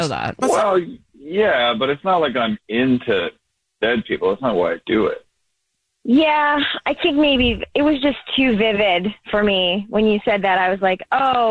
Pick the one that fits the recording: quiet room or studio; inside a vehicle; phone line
phone line